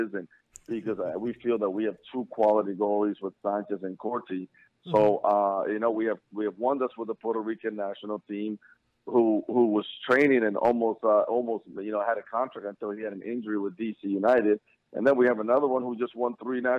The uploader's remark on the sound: will join us on the phone to answer your questions